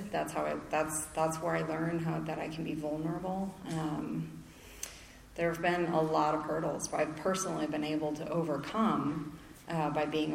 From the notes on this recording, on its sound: speaks at the 6th Annual Spring Into Action Conference in Sanford NC on Feb 4 2023